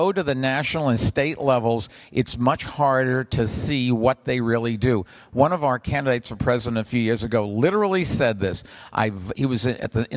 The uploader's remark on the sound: Recorded at CityLab 2015 in London.